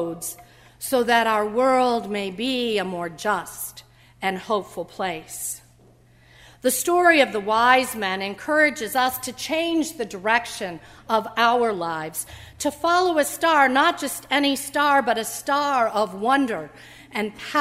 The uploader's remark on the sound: during the Heritage service on Sunday, January 3, 2016, at First Presbyterian Church of Arlington Heights, Illinois